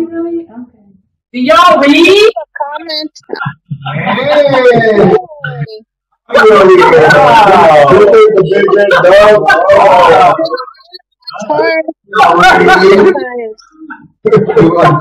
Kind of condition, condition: fault, poor sound quality